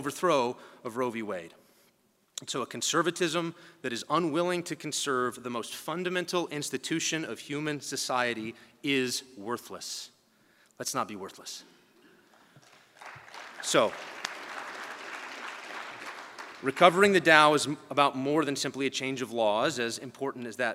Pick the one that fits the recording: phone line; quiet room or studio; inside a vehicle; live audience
live audience